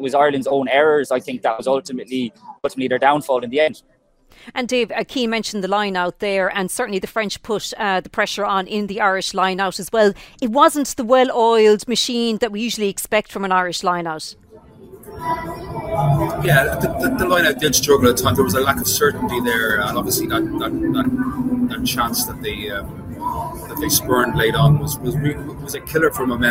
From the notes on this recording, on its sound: The Left Wing LIVE. Live from the Stade de France.